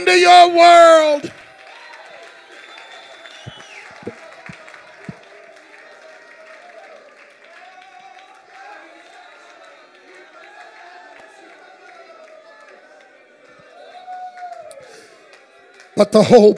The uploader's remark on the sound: Keynote address at the first night of our Anniversary Celebration